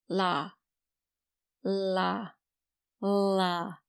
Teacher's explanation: you're doing the L-A, L-A, L-A, and there's a little gap between it.